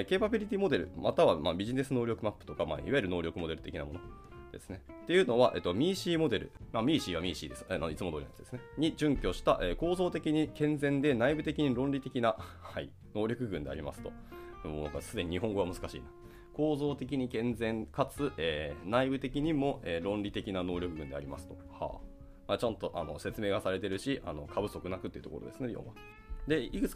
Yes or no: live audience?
no